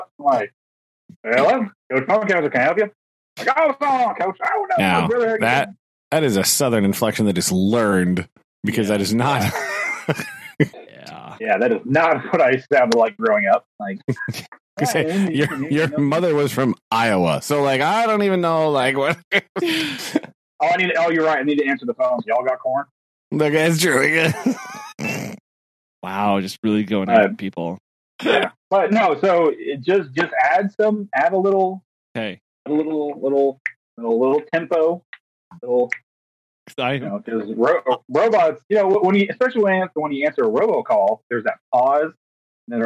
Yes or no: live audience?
no